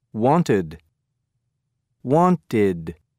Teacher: ED has an ID sound after these final sounds. T or D.